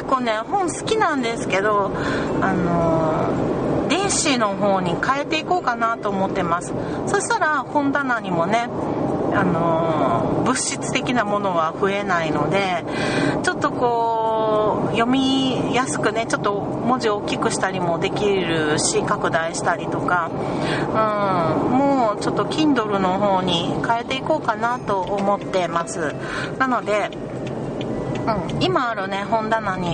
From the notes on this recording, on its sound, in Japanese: なんと130㎏ものゴミを車に積んでの収録でした。時々、ギシギシという車の音が聞こえるかもしれませんｗ。